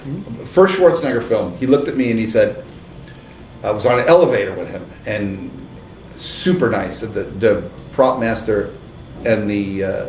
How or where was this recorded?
busy venue